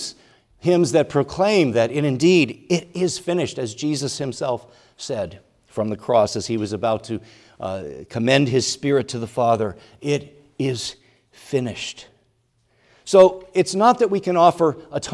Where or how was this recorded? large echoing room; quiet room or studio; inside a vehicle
large echoing room